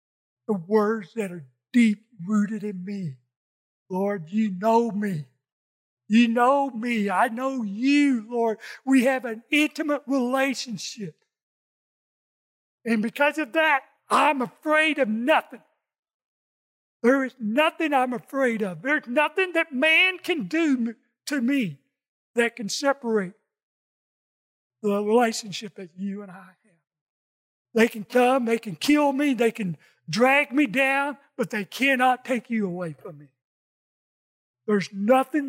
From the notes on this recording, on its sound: In this message from our Sunday service. Recorded from South Gate Fellowship in Duncanville, TX.